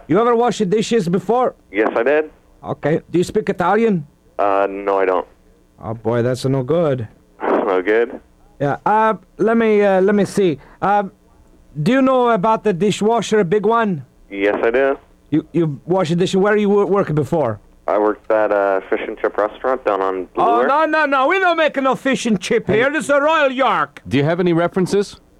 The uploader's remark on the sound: Prank phone call, but this time in reverse.